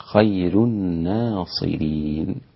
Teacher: رقق الراء في خير الإمام ورش